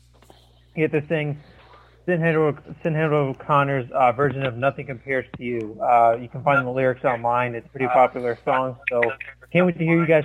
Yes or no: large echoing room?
no